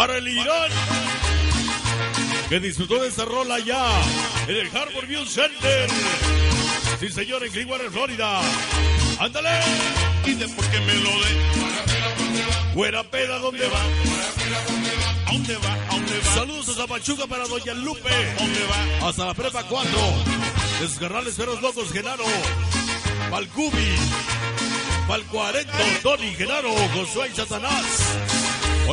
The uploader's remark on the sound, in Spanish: EN VIVO DESDE EL PACHECO SAN SALVADOR HIDALGO 29 NOV 13